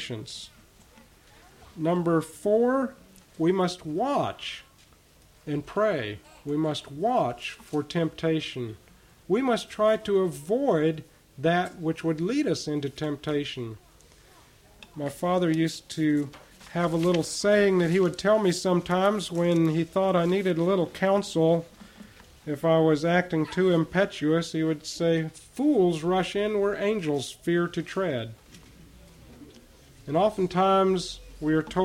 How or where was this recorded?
large echoing room